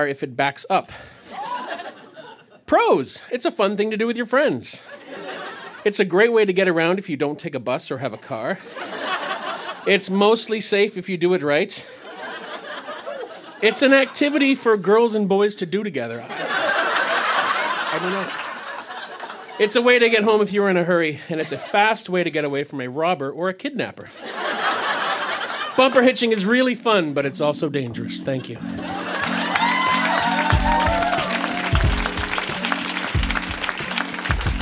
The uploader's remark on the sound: Recorded live in Ottawa, ON.